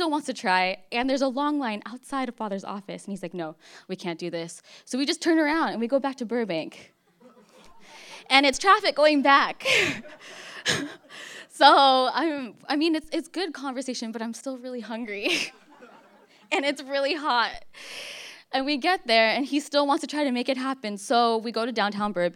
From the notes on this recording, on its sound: For Detours' second live storytelling event